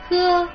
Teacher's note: che in cinese si pronuncia aspirata, mentre in italiano è afona, cioè non si pronuncia, non ha un suono.